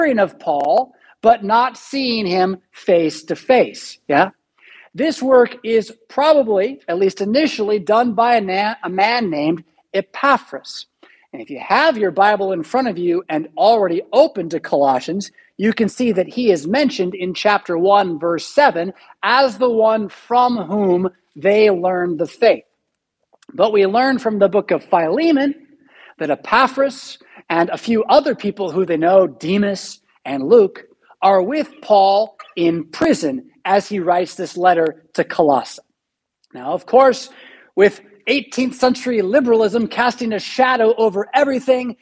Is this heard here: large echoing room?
yes